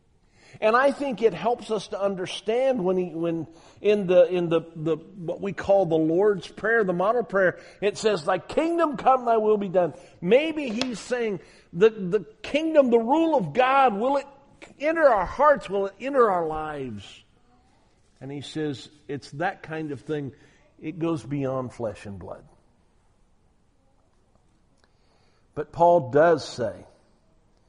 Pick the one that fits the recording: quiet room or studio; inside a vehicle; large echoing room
large echoing room